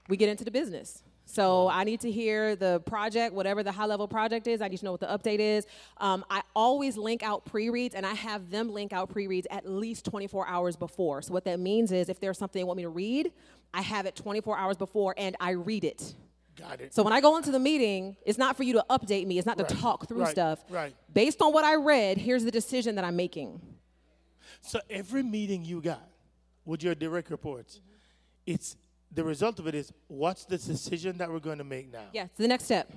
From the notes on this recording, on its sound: an excerpt from her talk at our 2023 Climb Leadership Conference